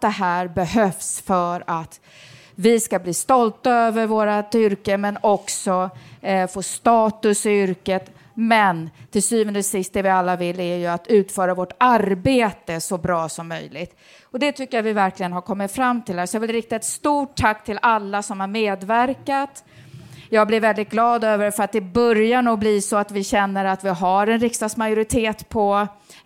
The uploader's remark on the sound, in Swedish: live från öjn och Almedalen